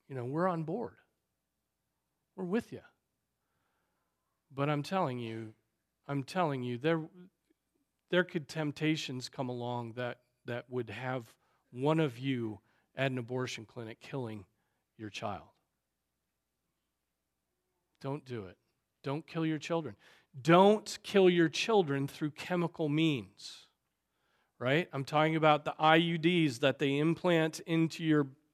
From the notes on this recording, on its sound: Preached on January 21, 2024 at Trinity Presbyterian Church (Evangel Presbytery) in Spartanburg, SC.